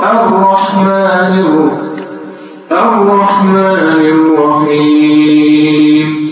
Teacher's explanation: ما تكررش الراءات لا خليها راء بسيطه مش مكرره